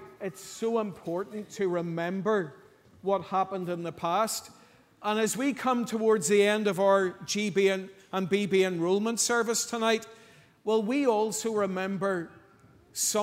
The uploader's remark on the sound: Sunday 12th November 2023 evening service. At our GB and BB enrolment service.